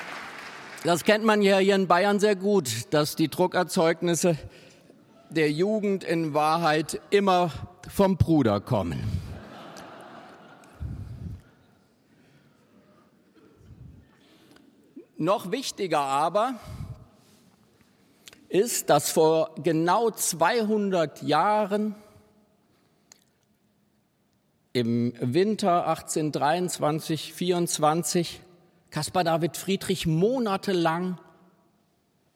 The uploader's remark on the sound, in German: Die Jury debattiert und entscheidet live vor Publikum über drei Sachbücher und drei Romane. Mitschnitt der Live-Übertragung aus der Münchner Allerheiligen-Hofkirche.